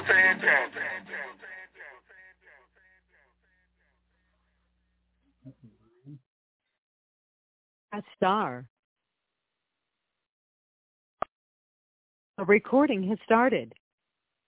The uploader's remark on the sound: TNTSuperfantastic Conference Call